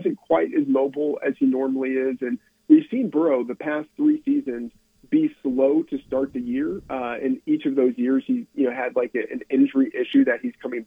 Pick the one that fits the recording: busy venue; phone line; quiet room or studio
phone line